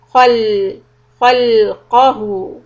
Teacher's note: kha is a heavy letter, but lam is soft. So you need to transition back.